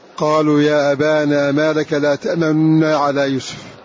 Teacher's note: تأمننا حرك حركة خفيفة، اختلاس الحركة، هذا من باب كما يقولون بإشمام، إشمامها كذلك.